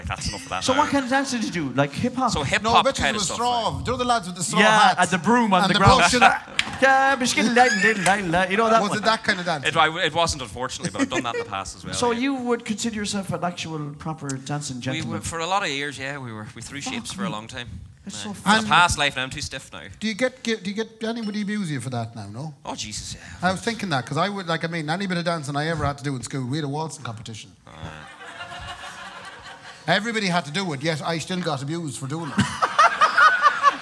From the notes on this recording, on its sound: Live Show. Live at Anderson’s.